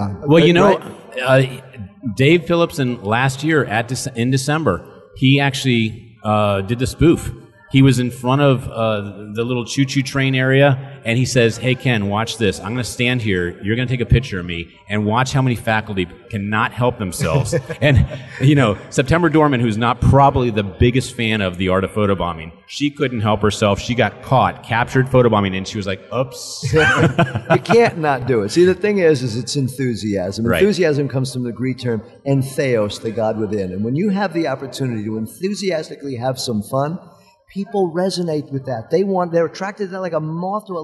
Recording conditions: busy venue